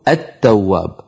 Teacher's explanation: أصلها لام أدغمت في تاء، لام التعريف أدغمت في التاء